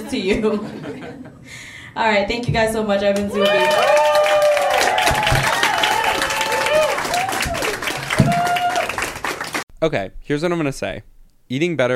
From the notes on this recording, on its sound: Here it is: our most recent amazing live show. Exploration: LIVE!